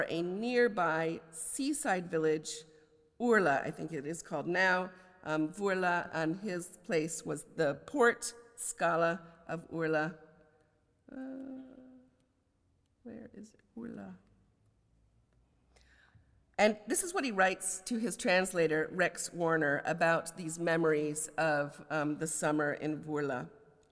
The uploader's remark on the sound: a lecture as the Oxford Professor of Poetry on 15 February 2024